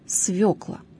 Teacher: произносится с ударением на первом слоге «свёкла». При склонении ударение не смещается.